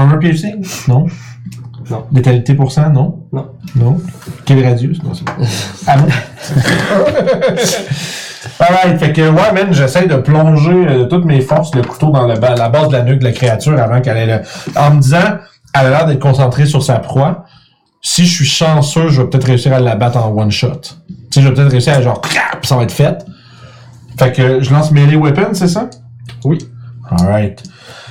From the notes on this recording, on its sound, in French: Vous remarquerez que nous avons eu quelques problèmes de son pour cet enregistrement. Micros : Audio-Technica AT875R Console Behringer Xenyx X2222USB.